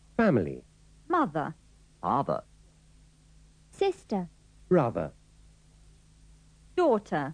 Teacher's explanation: Como recordará, la R final no se pronuncia.